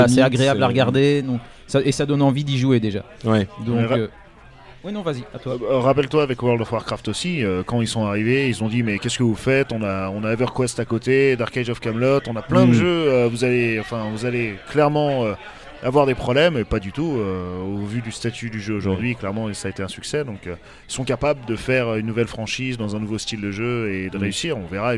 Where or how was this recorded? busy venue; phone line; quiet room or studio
busy venue